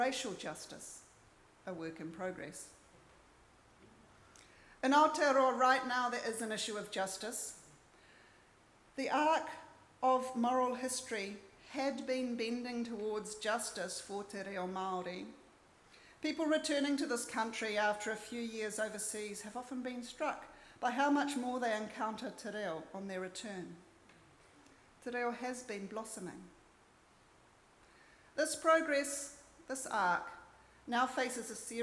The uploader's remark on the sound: Recorded at Auckland Unitarian Church 21 January 2024